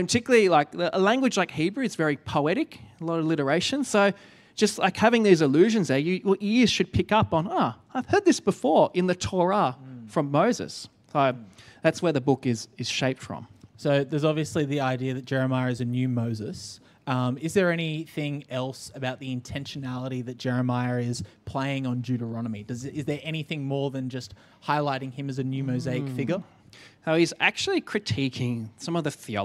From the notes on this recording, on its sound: Enjoy the second of our two part live BANTER, recorded at the 10am Sunday Service.